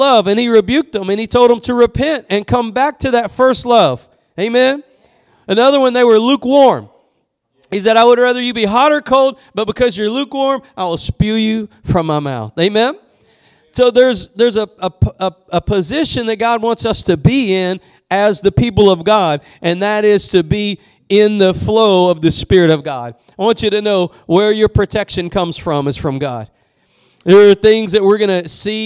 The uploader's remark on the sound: Preached at Gospel Lighthouse in Bossier City, La.